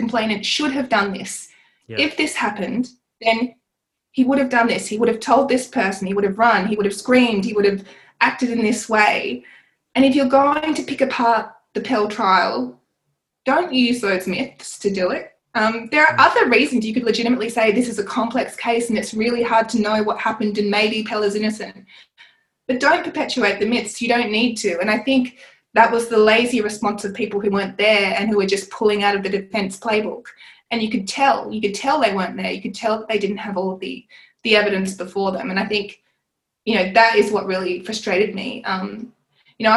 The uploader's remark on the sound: This conversation was recorded online during the Covid-19 crisis.